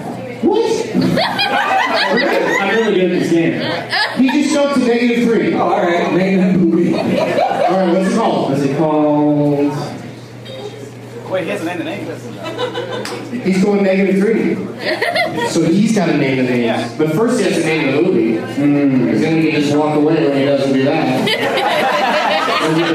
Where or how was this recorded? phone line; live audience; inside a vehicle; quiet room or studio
live audience